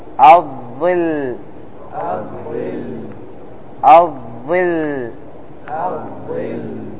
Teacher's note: تلاحظ أنه يجري الصوت قليلا مع اللام. قل معي الظل. · Term: صفة التوسط